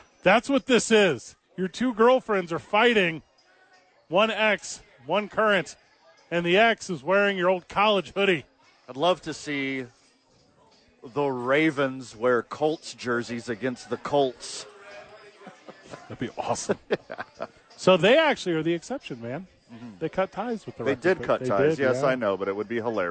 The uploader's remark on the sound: live from ABQ AXE